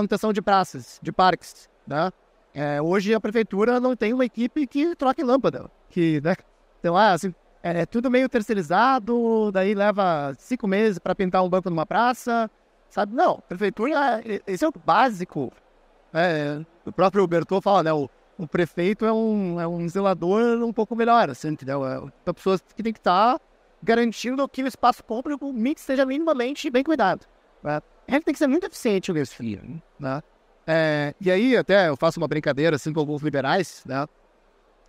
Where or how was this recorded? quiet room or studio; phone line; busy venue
busy venue